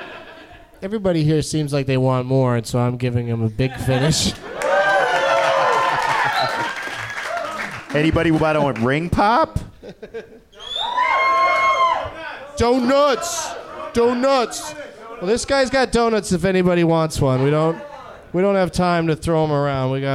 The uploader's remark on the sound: Live from Cafe Istanbul in New Orleans